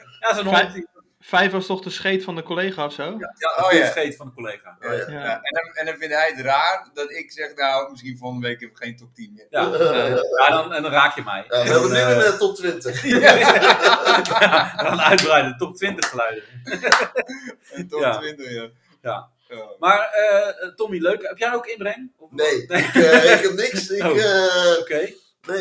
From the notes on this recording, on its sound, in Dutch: De geluidsinstellingen waren niet zoals ze hadden moeten zijn.